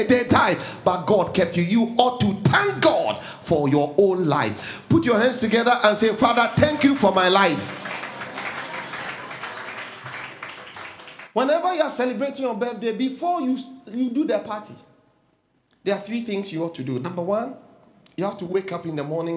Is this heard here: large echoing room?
yes